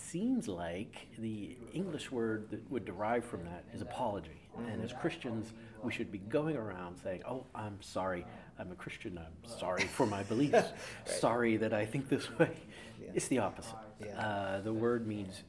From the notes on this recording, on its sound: Sing 2019 Special. These conversations were recorded live at the 2019 conference.